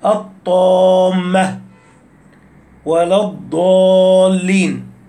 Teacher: المد اللازم ثابت في الوصل والوقف، نحو الطامة ولا الضالين، بالمد ست حركات